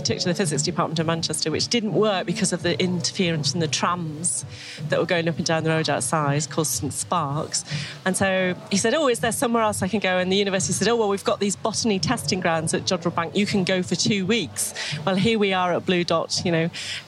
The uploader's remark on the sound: we’re live at the world famous Jodrell Bank Observatory in Cheshire for the Bluedot science and music festival 2018